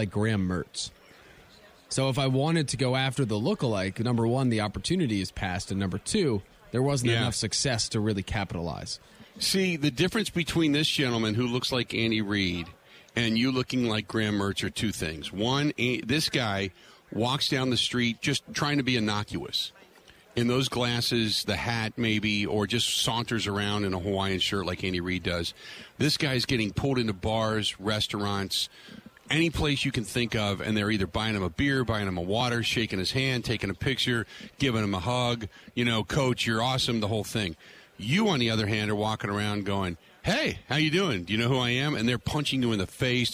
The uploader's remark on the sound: Live From Radio Row At Super Bowl 57